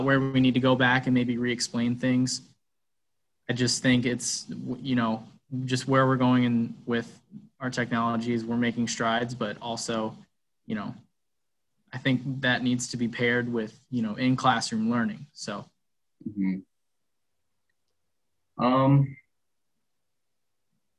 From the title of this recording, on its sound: zoom interview